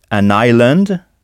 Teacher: mais on ne prononce pas le S